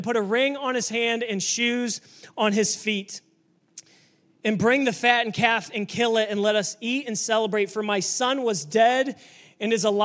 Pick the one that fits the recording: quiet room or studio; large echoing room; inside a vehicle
large echoing room